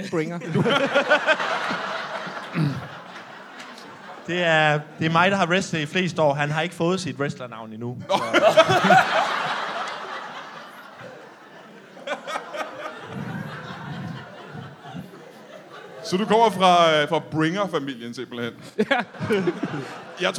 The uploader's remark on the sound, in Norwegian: LIVE fra Comedy Zoo